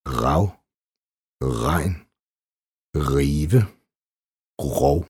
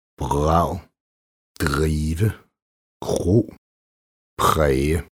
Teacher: Det skyldes, at det er et såkaldt tungeruds er, som udtales med den bagerste del af tungen, i modsætning til det svenske er. Udtalen af er varierer meget geografisk og aldersmæssigt.